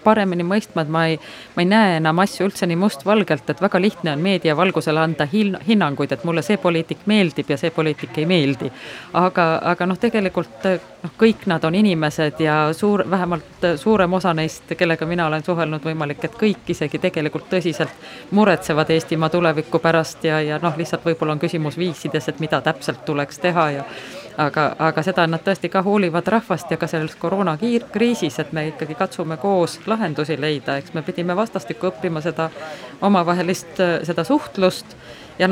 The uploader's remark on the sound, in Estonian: Sel reedel läheb Nädala tegija eetrisse Arvamusfestivalilt